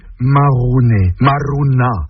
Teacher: Dans le mot, le R roulé nous montre une personne qui râle aussi, qui bougonne.